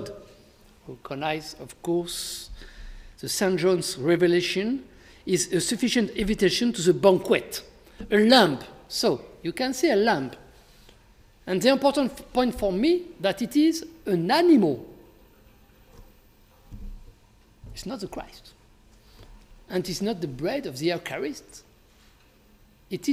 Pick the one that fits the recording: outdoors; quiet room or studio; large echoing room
large echoing room